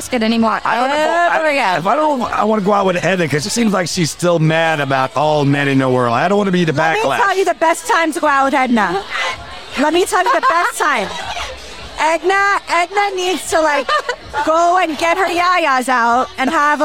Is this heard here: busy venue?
yes